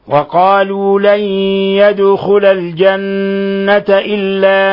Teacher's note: تتأكد من إطباق طرف اللسان على أصول الثنايا العليا حتى تتحقق الغنة من الخشوم